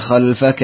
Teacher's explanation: وشعبة. قرأوها بفتح الخاء وإسكان اللام من غير ألف